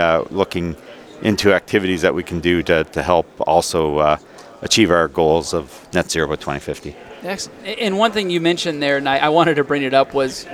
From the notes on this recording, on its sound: Live at AFPM. At the AFPM Annual Meeting in San Antonio, Texas.